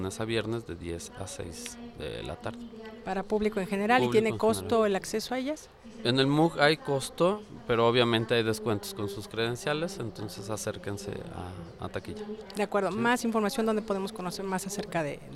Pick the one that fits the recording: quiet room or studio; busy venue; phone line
busy venue